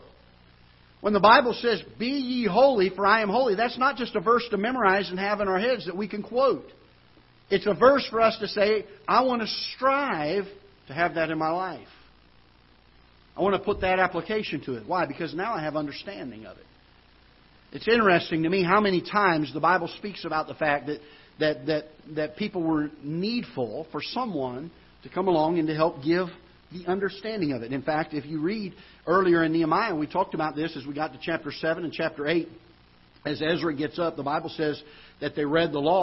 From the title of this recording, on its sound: Ketha Heights Baptist Church ~ Live Broadcast